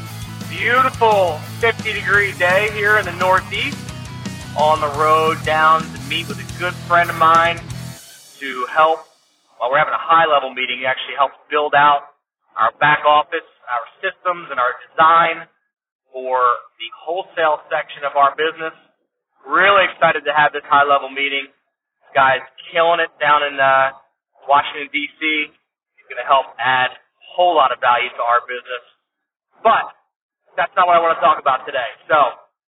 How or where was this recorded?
inside a vehicle